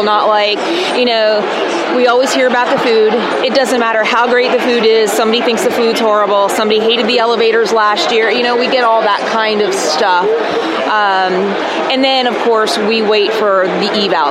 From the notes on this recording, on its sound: Fusion 16 podcast from the Expo Hall floor at the MGM Hotel in Las Vegas, Nevada recorded on November 2, 2016